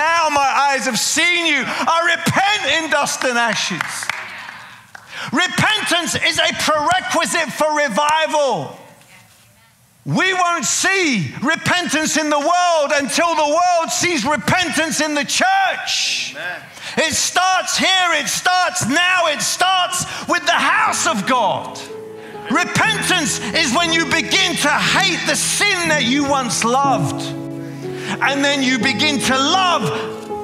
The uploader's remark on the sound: preaching at a CCF Ministries in Lowell